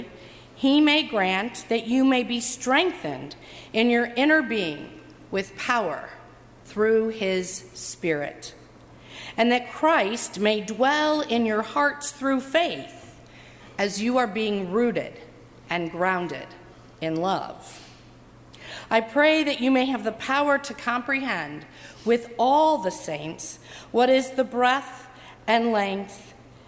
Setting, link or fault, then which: setting, large echoing room